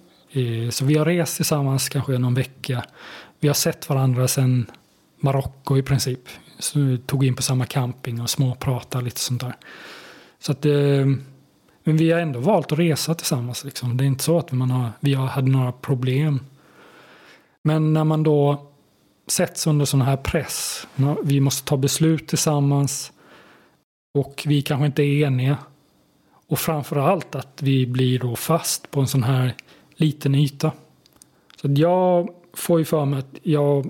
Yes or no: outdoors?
no